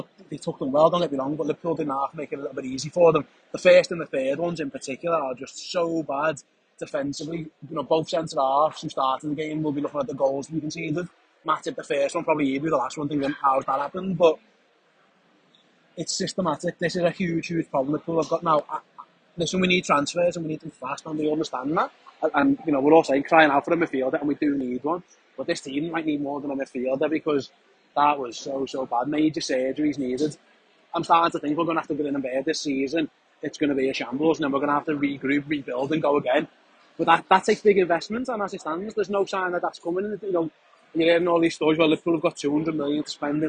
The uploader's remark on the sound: live from the AMEX